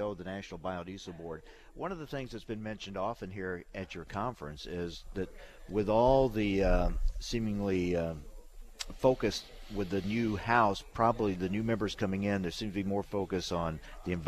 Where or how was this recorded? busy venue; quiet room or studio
busy venue